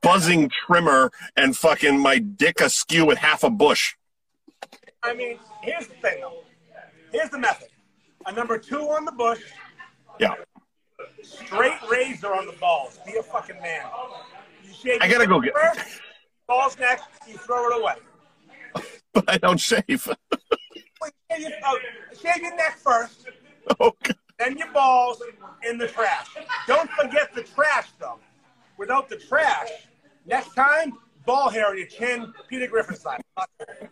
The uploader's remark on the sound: LIVE from Channel Marker Brewing